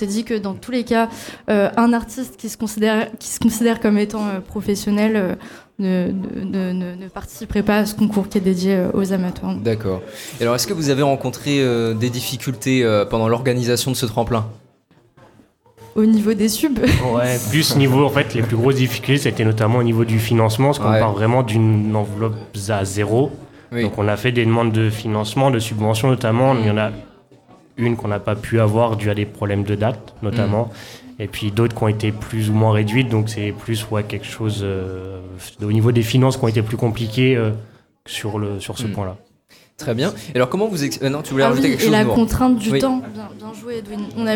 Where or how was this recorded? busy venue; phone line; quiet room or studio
busy venue